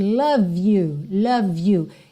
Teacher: Eu também ligo, porque o E de love não é pronunciado. Então, já ligo o V no you.